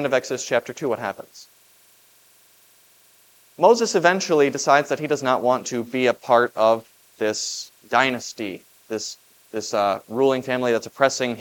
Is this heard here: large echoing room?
yes